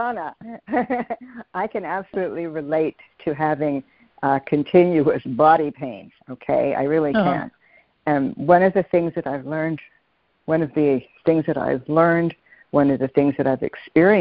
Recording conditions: phone line